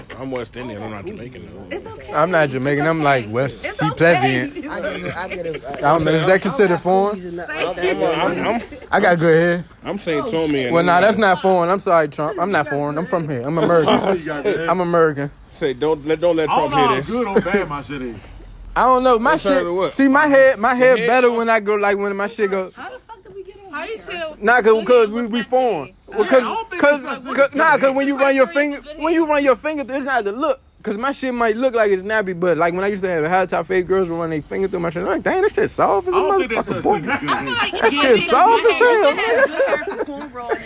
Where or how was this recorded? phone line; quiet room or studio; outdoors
outdoors